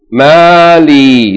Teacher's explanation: Mim Fatta elongated by Aleph. Lam Kesra elongated by Ya. · Term: Two elongations